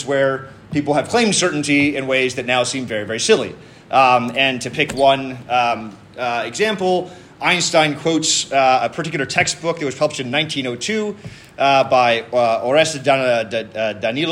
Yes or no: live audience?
yes